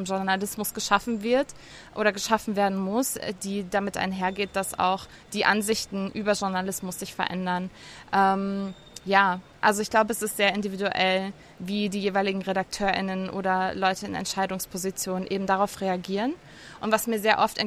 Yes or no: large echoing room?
no